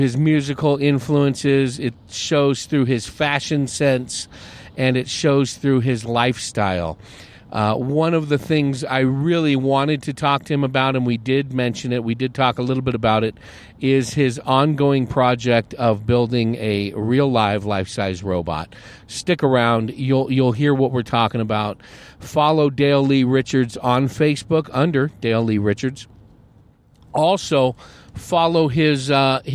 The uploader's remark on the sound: Recorded on the patio at Billy Jack’s Saloon in Humboldt, AZ just a few minutes before taking the stage on a rainy Saturday afternoon.